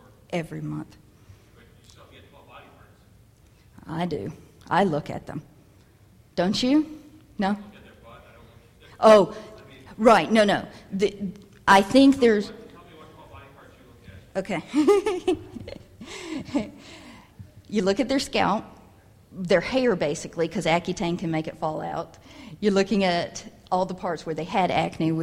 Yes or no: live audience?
yes